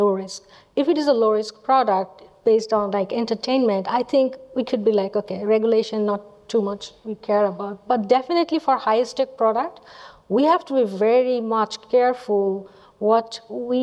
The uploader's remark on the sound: Panel | Live from Datapalooza.